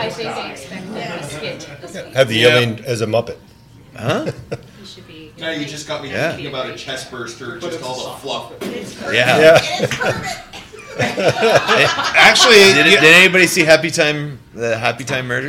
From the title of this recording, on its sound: Live From Keycon